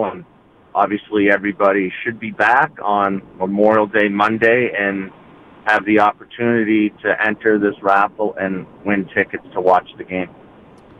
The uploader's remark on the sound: makes a surprise call into the show